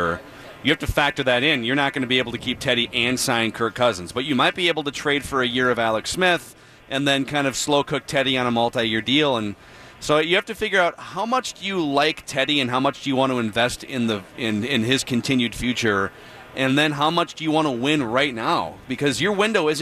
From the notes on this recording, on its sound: live from Radio Row all week